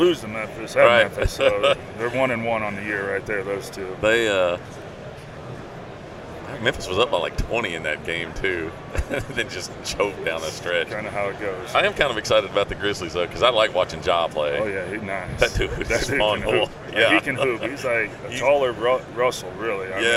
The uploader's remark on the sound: at the 2020 ATA Show during the Browning Trail Cameras takeover of The Break Podcast